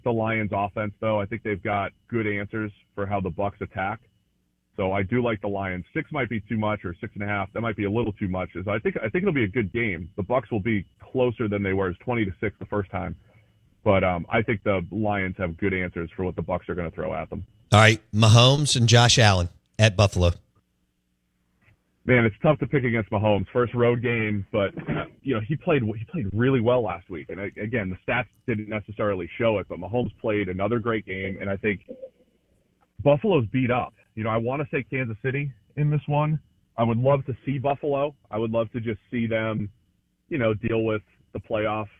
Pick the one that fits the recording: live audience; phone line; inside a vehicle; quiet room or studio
phone line